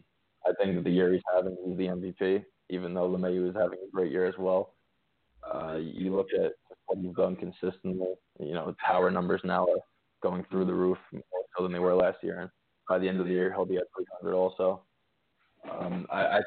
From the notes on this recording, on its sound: answering your phone calls